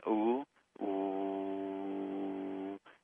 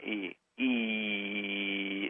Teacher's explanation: Notice the E is a little more buzzy to it. · Shown in: second take